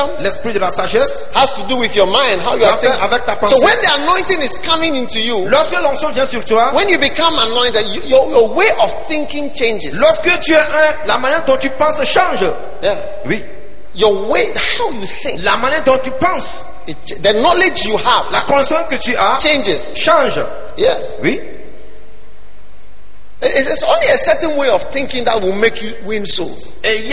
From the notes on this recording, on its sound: Preached at the iPlus40 conference, Pleasant Place Church, Accra.